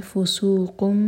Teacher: میم کو ہولڈ کریں گے لیکن ہوٹو کو ٹائٹ بند نہیں کریں گے · Term: اقلاب